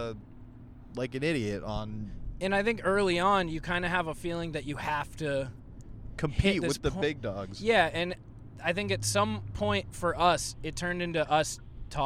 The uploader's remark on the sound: Car ride convos live from the road on their way to the Inner Circle Meetup.